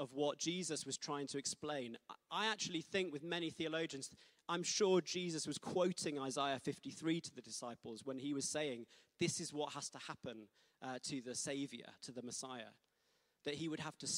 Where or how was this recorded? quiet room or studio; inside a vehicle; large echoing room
large echoing room